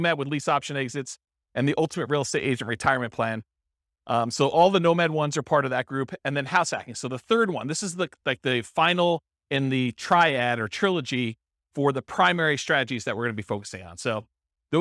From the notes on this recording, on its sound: This was a live class recorded.